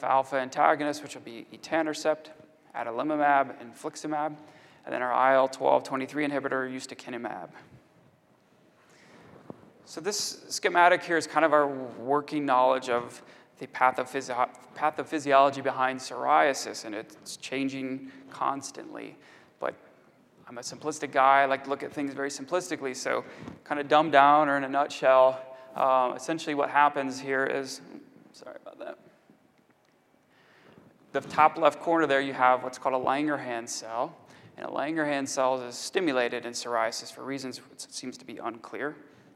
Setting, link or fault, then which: setting, large echoing room